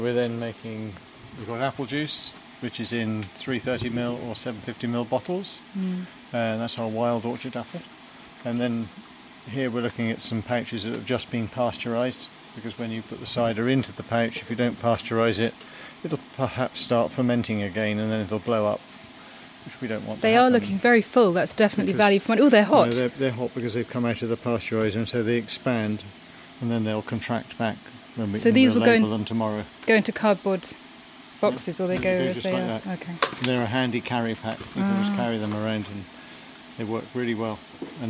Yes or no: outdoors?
yes